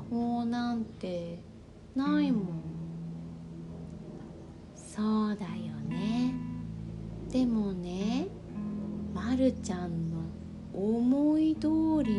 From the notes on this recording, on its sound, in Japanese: 毎回、乳飲児を抱きながら、おぶりながら録音しています笑。寝息が入っているかもしれません。